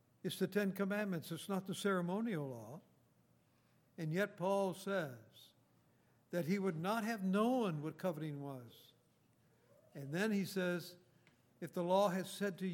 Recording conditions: large echoing room